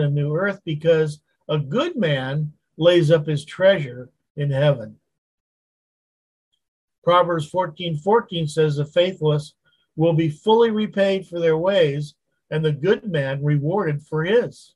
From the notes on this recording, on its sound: Wednesday Zoom study.